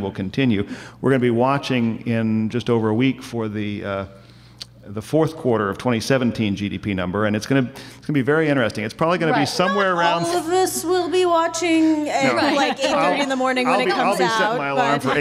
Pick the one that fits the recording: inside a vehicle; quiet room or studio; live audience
live audience